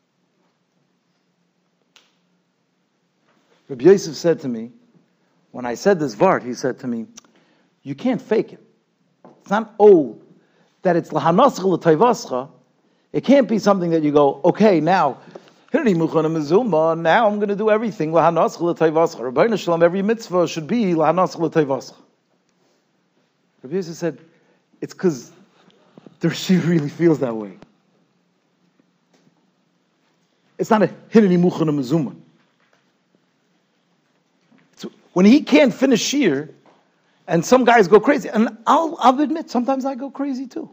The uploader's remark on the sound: Shiur recorded in Yeshivas Ohr Reuven, Monsey, NY.